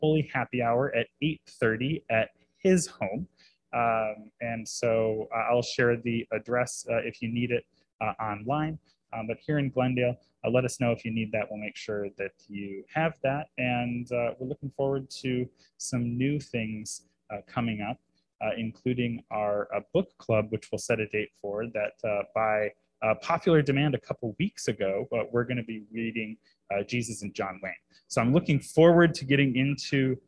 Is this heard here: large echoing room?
no